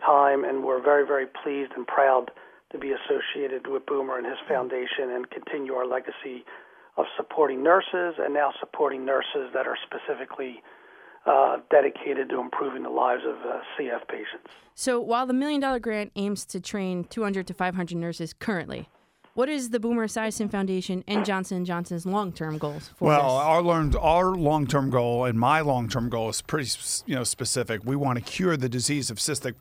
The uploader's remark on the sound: Phone call from Executive and CFO